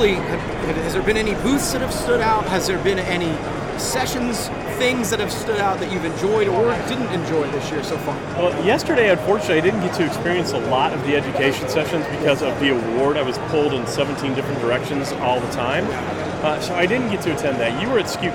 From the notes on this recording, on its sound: Live from PPAI Expo! Live from BamBams booth at the PPAI Expo in Las Vegas.